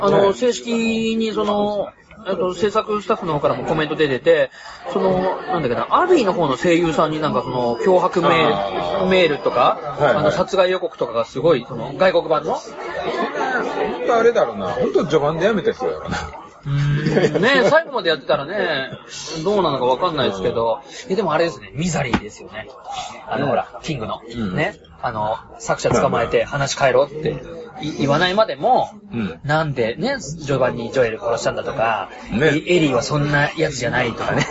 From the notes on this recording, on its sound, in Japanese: 今回は居酒屋収録のため音声が悪いです。